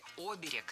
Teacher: Раньше допускалось ударение только на первом слоге – оберег. А сейчас возможны два варианта – оберег и оберег.